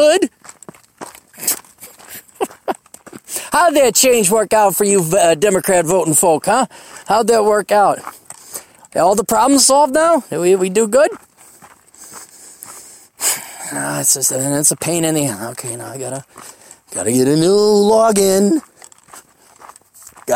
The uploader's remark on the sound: hikes down a Black Mountain